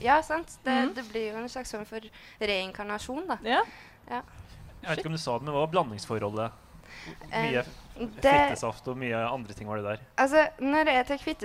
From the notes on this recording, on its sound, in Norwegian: Live fra Universitetsplassen under UiO-festivalen